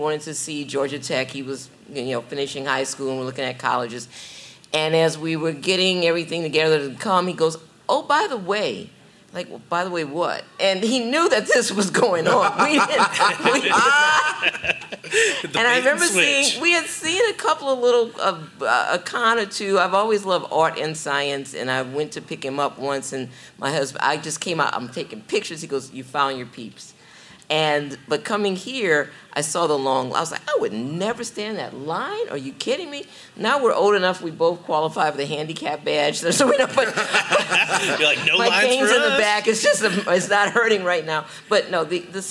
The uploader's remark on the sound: Join us as we take you on a journey through the electrifying atmosphere of Dragon Con in Atlanta, GA. This wasn't just a podcast recording; it was an interactive spectacle that had the audience on the edge of their seats! This live show at Dragon Con.